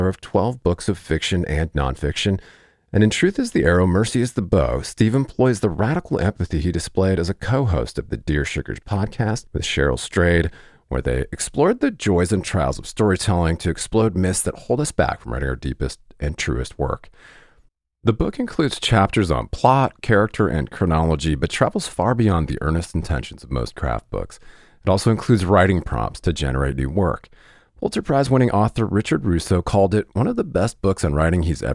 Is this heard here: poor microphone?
no